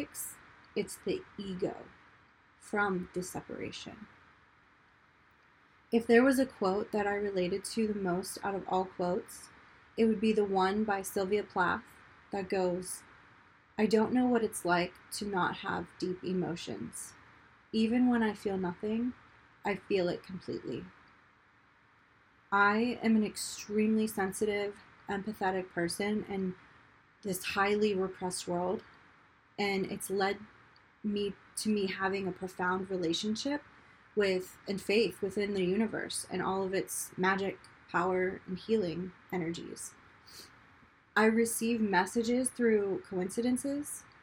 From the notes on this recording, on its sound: if you can hear the white noise in the background of this recording it's because the mic kept giving me feedback noises while recording